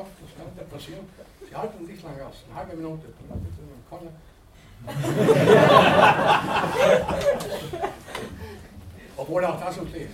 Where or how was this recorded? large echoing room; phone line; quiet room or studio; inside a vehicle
large echoing room